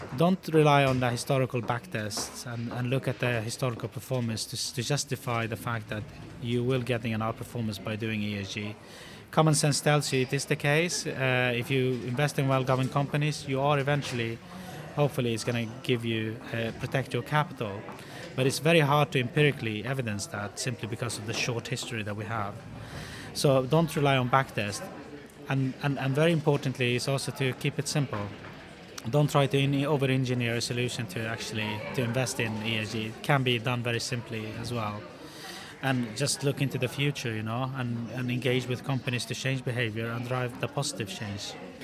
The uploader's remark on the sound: The second of two episodes recorded in partnership with CFA UK at their conference on the topic of ESG Investing and the associated practical realities, where we spoke to a number of the speakers from the event.